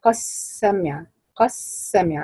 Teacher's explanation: تعملي صفير السين كده واضح بعد الدال، بعد القاف قصدي.